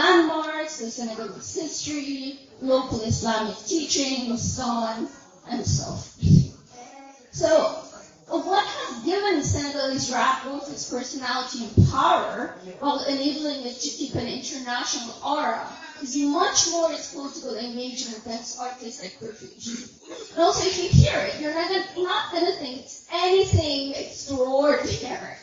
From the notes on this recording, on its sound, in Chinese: 原声现场｜中非文化沙龙。上海中非关系研究网络（ China-Africa Shanghai International Network ， CASIN ）在上海举办了第二场中非文化沙龙。本期播客受权分享演讲部分的现场录音。